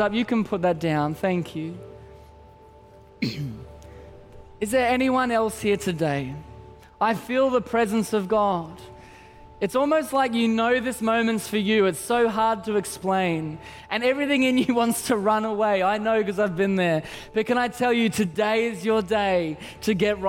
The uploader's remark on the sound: Christmas At C3 Powerhouse. Recorded during our 5pm service on Sunday, the 17th of December 2023.